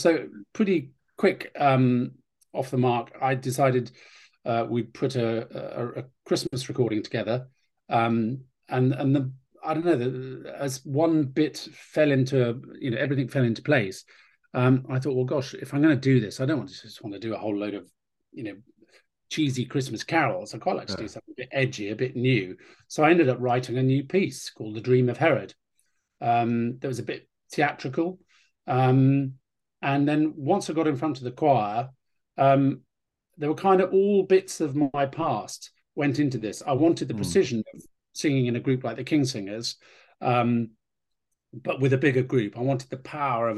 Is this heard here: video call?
yes